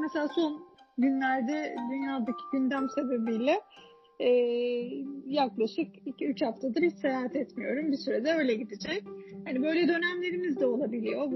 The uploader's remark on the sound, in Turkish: Uzaktan bağlanmalı bu kayıtta da hem bağlantım, hem de muhteşem hızlı konuşabilme özelliğim sayesinde yasanan kayıplar var.